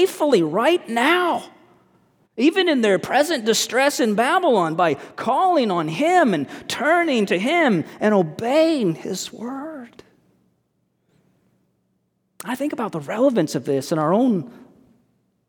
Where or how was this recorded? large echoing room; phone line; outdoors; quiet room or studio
large echoing room